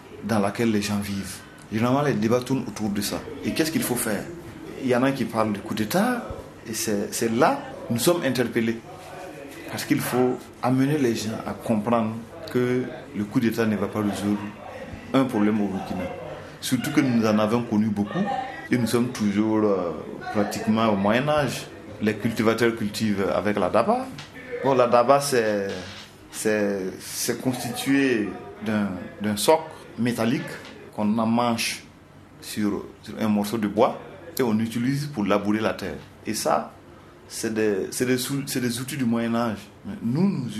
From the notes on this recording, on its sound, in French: Témoignages enregistrés par des militants de l'UJR en octobre 2019 aux Journées anti-impérialistes à Ouagadougou.